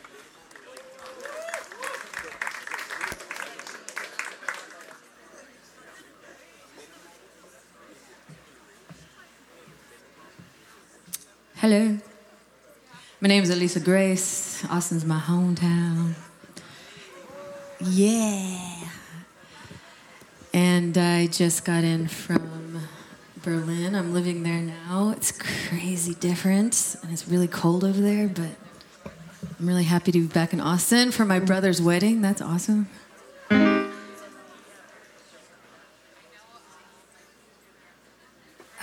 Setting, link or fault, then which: setting, busy venue